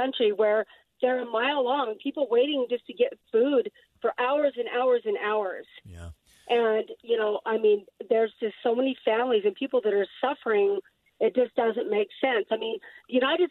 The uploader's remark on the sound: Listeners call in to talk about their opinion on the new package.